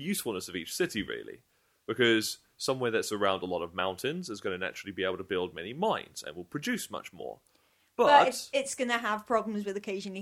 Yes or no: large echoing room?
no